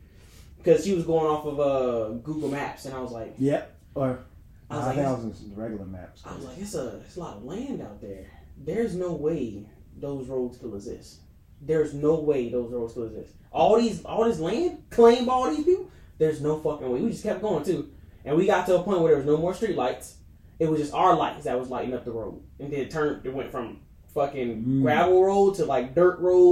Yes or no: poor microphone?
yes